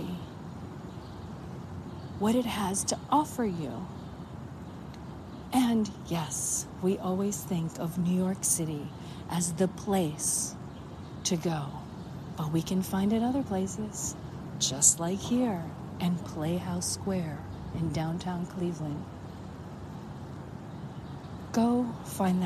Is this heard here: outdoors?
yes